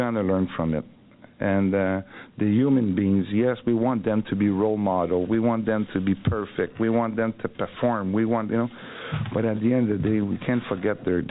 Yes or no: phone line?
yes